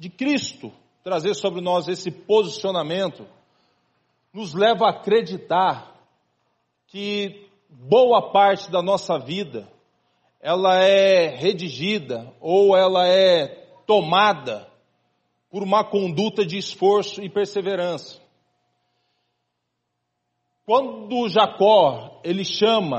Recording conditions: large echoing room